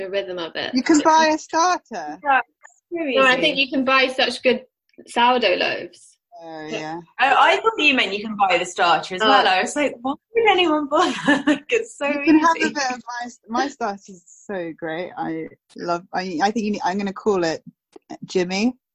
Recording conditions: video call